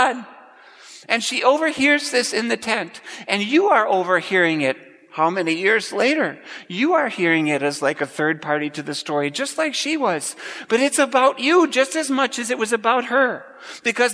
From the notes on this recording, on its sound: Preached at Grace Ev. Lutheran Church.